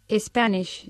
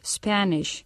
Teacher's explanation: No ponerle esa E porque no debe ir una E adelante · Shown in: second take · Term: consonant cluster